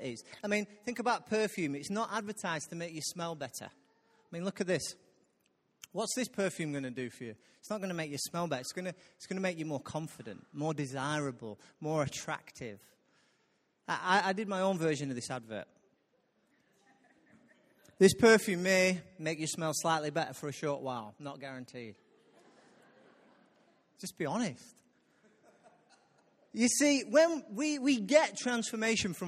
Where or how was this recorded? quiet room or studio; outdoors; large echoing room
large echoing room